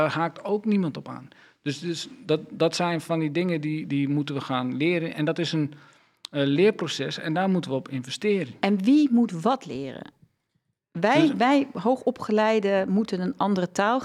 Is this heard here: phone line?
no